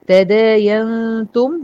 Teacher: غنة إخفاء مرققة مع حرف الت